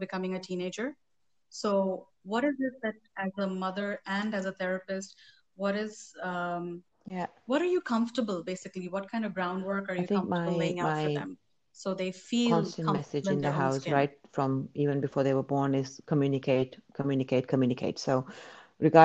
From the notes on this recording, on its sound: it's a bit glitchy due to some time lags in our conversation